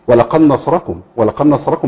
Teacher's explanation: ان النون بتخرج من طرف اللسان و الدال تخرج من طرف اللسان